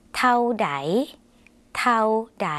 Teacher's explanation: คำว่าเท่านะคะในภาษาไทยอาจจะออกเสียงยาวส่วนในภาษาลาวเป็นสระเอาค่ะออกเสียงสั้น